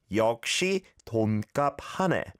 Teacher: going from a ya vowel sound in 역시 to a o vowel sound in 돈 can be a little tricky